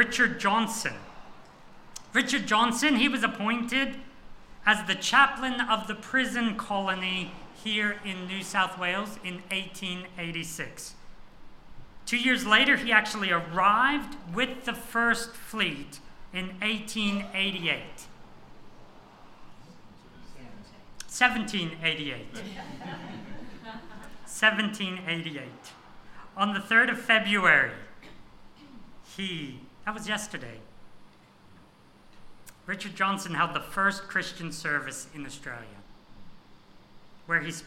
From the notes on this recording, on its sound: This sermon was preached on 4th February 2024 at all services of Helensburgh and Stanwell Park Anglican Church.